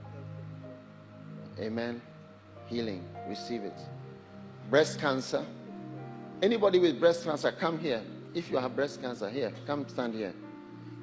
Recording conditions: large echoing room